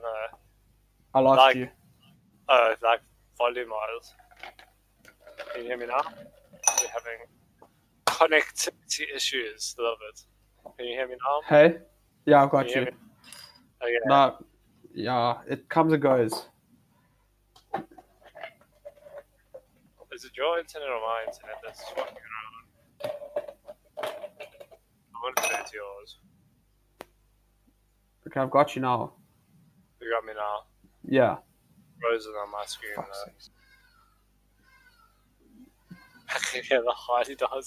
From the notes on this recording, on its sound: Excuse the quality, this was the first time we tried to record so it can only get better from here!